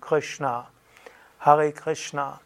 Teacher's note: Und dann Krishna, das Ri, also das Vokal R, Ri, zerebralisiertes Sha, also Zunge oben, Zerebralisiertes Na, Zunge oben